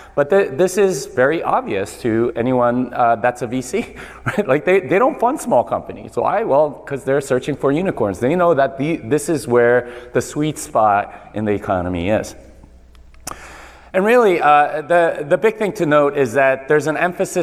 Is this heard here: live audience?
yes